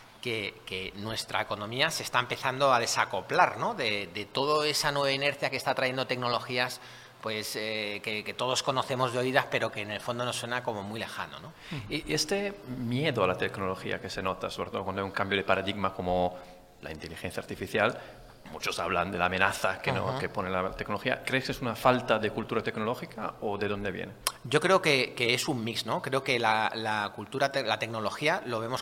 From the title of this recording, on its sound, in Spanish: Podcast en directo: La Granja Summit